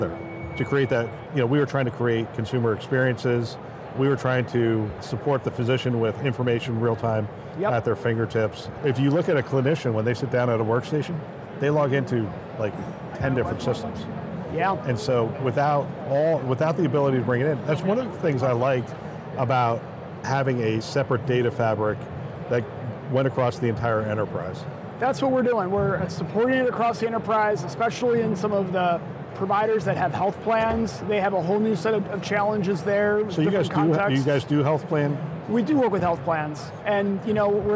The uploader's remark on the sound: Today on the Conference channel, it’s an Interview in Action live from HIMSS 2023.